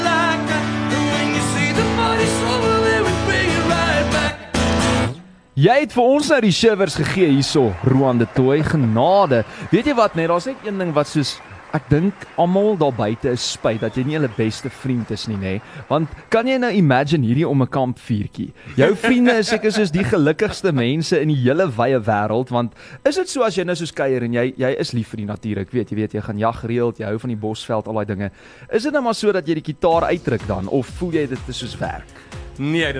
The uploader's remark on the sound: LIVE in Atterbury Kollig.